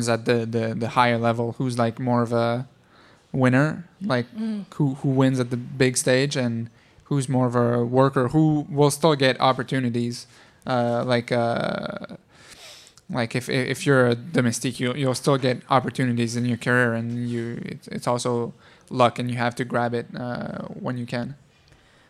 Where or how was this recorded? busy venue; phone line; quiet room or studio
busy venue